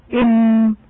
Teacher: فلمعرفة مخرج الميم مثلا نقول إم أو إم، فنجد بأن نهاية صوته عند الشفتين فهو إذن شفوي